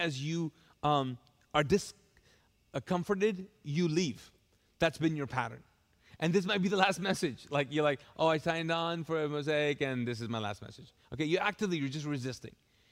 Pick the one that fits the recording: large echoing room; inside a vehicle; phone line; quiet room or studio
large echoing room